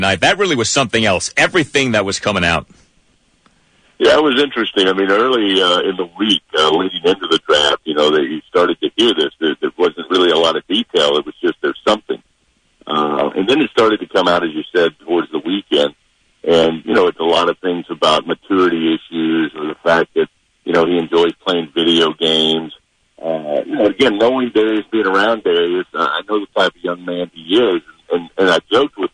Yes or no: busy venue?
no